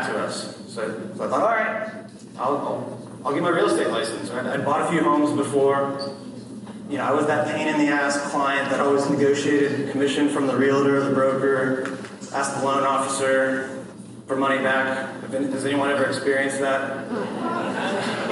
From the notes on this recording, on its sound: addresses realtors attending Lab Coat Agents Live in San Diego, California